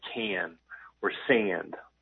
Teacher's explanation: can or sand with that sort of sharp raised A